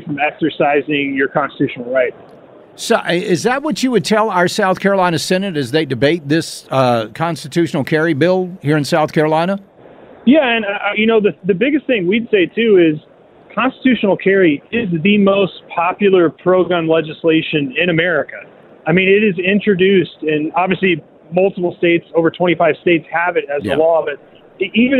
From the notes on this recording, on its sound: Live From The Shot Show In Las Vegas